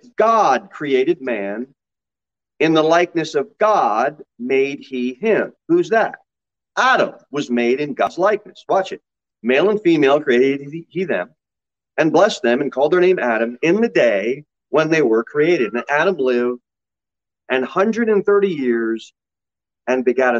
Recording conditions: large echoing room